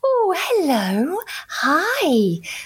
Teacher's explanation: Which is all about the the intonation, the pitch. You tend to go a bit higher pitch. You're like, oh, hello, hi, and you you really modulate. · Term: parentese